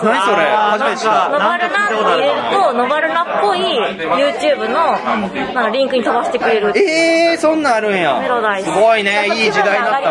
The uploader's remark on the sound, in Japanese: 店内収録のため、騒音雑音が激しく入っております。